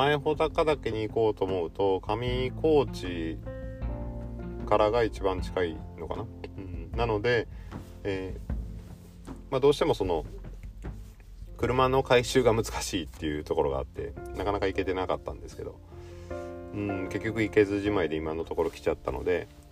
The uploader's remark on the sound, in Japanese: オンボロ軽自動車では騒音が激しい。IPhoneだけの編集でなんとかなるものなのか？とりあえず静かなところで少しだけ。